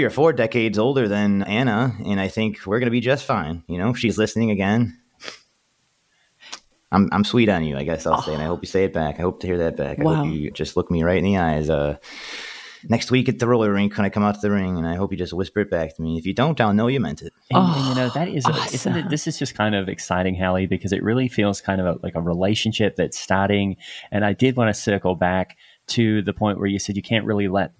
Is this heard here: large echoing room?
no